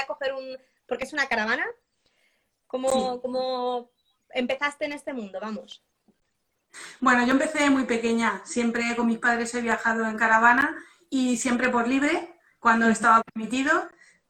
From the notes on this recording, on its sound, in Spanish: volcar el audio del directo de Instagram del domingo 24 de mayo de 2020